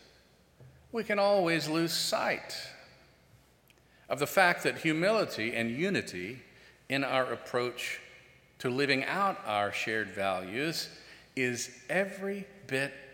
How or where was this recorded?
large echoing room